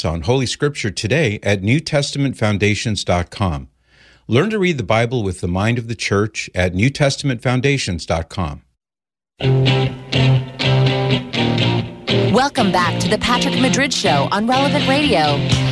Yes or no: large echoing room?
no